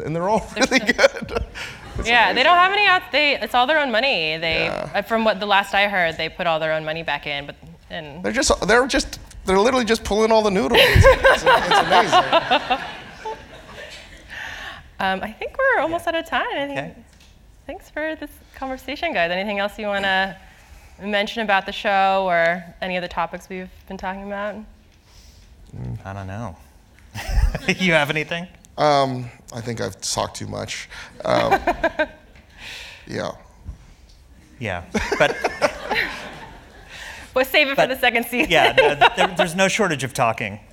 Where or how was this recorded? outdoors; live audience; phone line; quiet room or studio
live audience